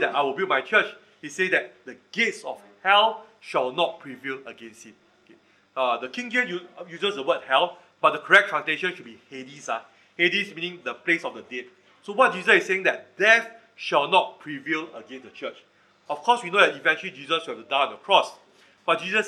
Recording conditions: live audience